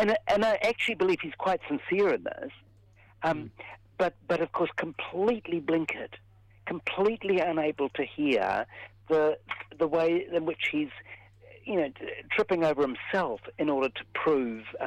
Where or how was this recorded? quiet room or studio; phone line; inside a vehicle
phone line